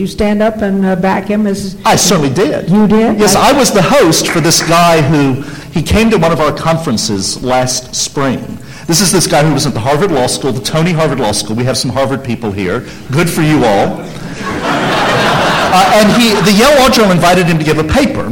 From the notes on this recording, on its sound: The Federalist Society presented this Showcase Panel at the 2006 Annual National Lawyers Convention.